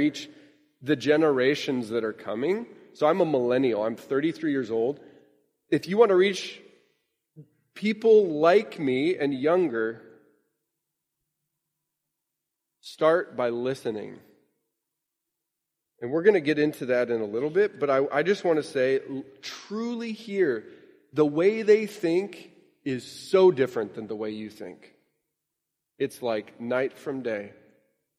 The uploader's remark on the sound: Which they preached together at the GO Conference in Toronto, Canada, in 2019. Which they preached together at the GO Conference in Toronto, Canada, in 2019.